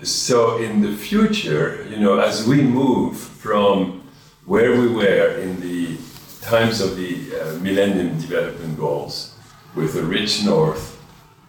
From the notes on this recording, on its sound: Live from AIDS 2022 in Montreal. Recorded during the International AIDS Conference in Montreal, Canada, on July 31st.